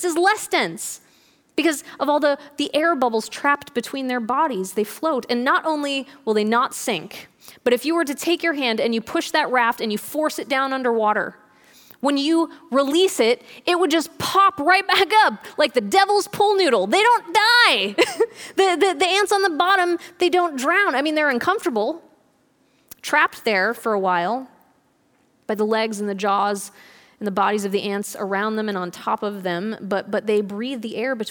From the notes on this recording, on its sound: This audio was recorded at our Thursday service on March 12th, 2020.